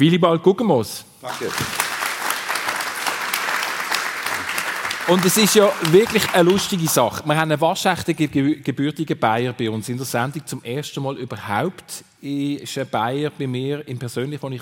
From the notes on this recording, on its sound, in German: live aus der Lokremise in St.